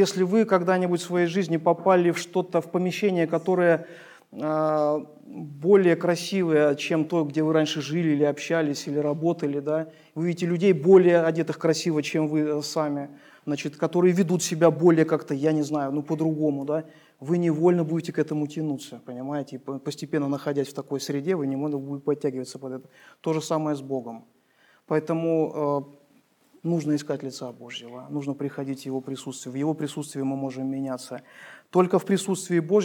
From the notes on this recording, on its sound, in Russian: Полная запись богослужения